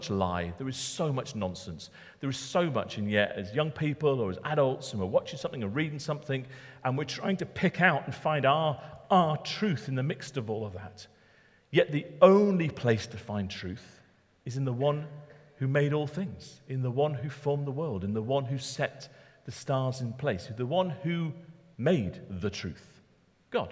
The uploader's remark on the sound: talk recorded at Middlesbrough Community Church